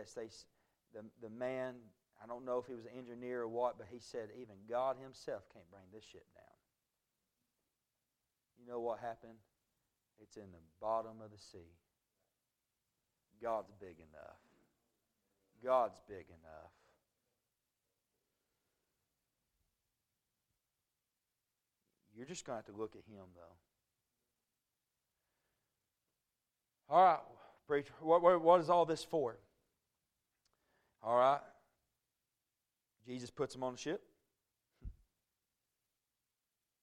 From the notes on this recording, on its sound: A message preached at Crossroads Baptist Church